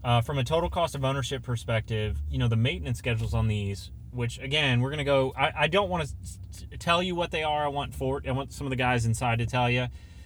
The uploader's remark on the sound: We Podcast Live Inside a Mach-E. We Just Podcasted Live from a NEW Ford Mustang Mach-E With the Premium Package. A Big thanks to the Frontier Ford.